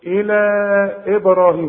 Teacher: قلقل الباء بتاعت إبراهيم